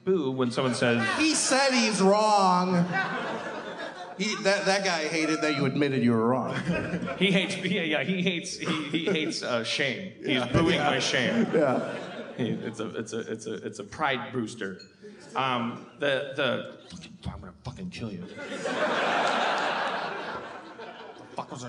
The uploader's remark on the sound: LIVE in Chicago 2016 at Park West!